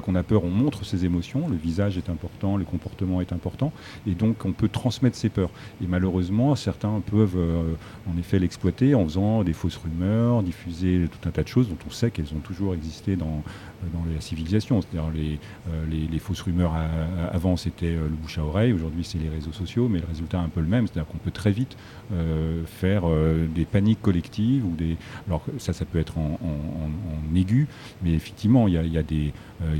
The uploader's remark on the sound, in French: Festival Pariscience. MNHN. Nous avons eu la chance de l'enregistrer en direct depuis la grande galerie de l'évolution en partenariat avec le festival du film scientifique : Pariscience !